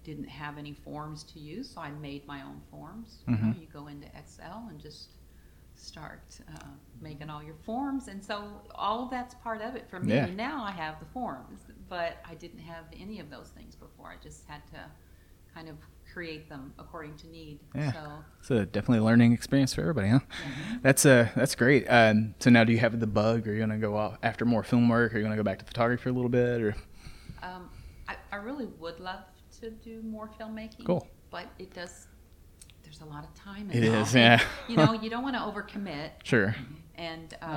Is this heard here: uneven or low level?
yes